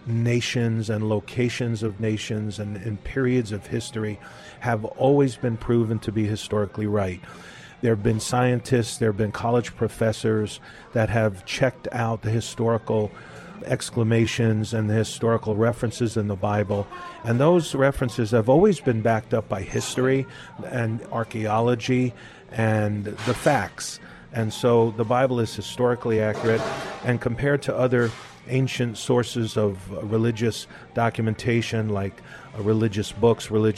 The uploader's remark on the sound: We’re continuing our talk at a local café